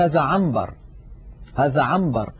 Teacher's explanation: القلب القصد به إبدال حرف بآخر، وهذا في أحكام النون الساكنة والتنوين موجود في النون الساكنة إن أتى بعدها باء. الإنسان بفطرته يا إخوة يقلب النون الساكنة إذا أتى بعدها باء إلى ميم. فالإنسان مثل لو سألناه أشممناه عطرا قلنا ما هذا العطر، يقول هذا عنبر، هذا عنبر، ولا يقول هذا عنبر، لا ينطق النون صريحة هكذا. · Term: حكم القلب